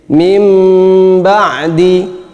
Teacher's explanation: yaitu dengan cara menempelkan dua bibir, sama-sama ditempelkan dua bibir ini untuk mengucapkan ikhfa syafawi dan iqlab. · Term: itbaq asyafatain